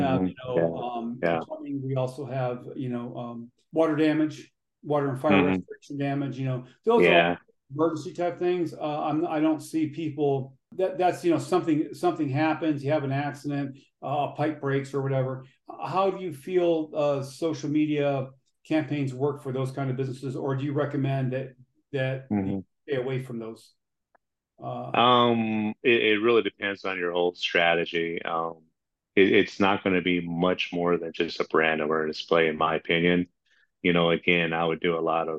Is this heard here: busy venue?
no